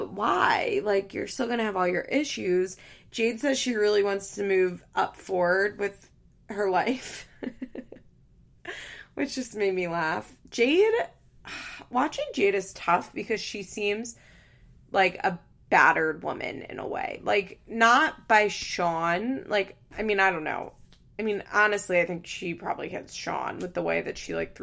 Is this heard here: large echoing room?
no